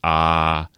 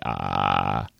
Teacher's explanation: irregularity in the amplitude of the wave and irregularity in the period of the wave · Shown in: second take · Term: creaky voice